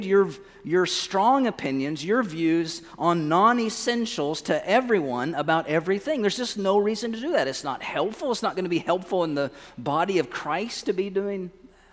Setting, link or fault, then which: setting, large echoing room